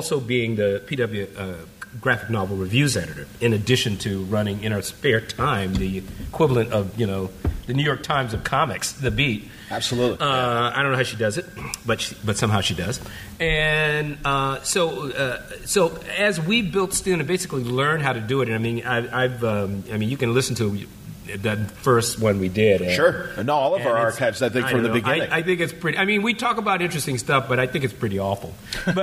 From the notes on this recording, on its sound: San Diego Comic Con Panels. This year at Comic Con, I had the pleasure of moderating these 2 informative panels.